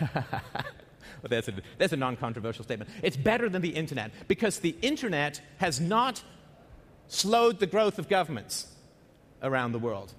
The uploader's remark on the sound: at The Next Web Conference